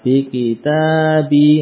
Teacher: huruf ba-nya yang kasrah panjang juga. Ya, sama dengan panjang huruf ta fathah.